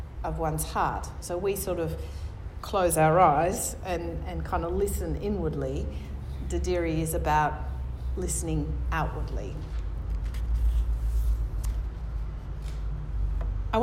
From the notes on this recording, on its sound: National conference Adelaide 2018